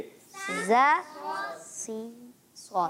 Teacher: जा भी है, सीन भी है, और सौद भी है। तो ये तीनों हरूफ थोड़ा सीटी से अदा होते हैं। · Term: हुरूफे असलिया